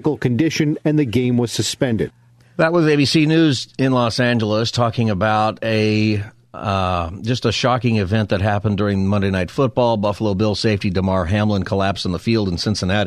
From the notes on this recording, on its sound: takes prayers from callers who call in.